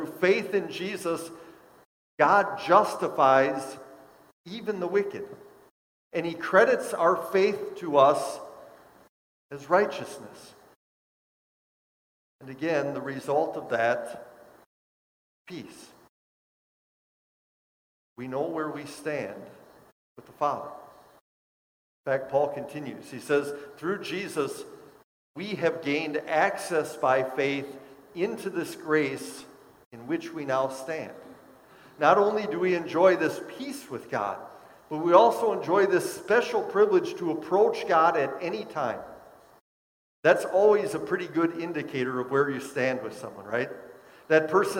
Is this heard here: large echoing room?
yes